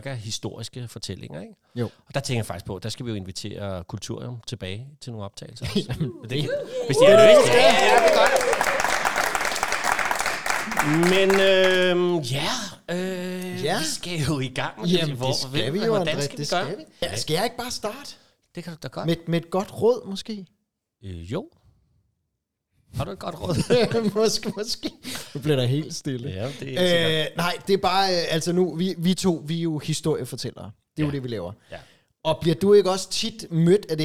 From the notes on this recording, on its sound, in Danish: Optaget live i Kulturium, Ishøj.